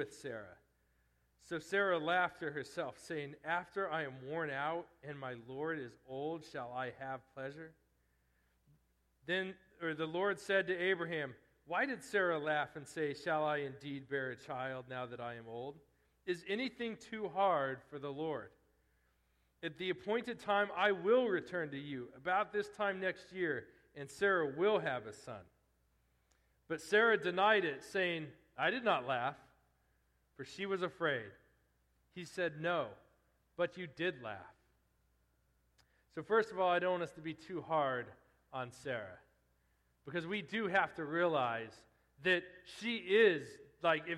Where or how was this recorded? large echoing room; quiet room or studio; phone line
large echoing room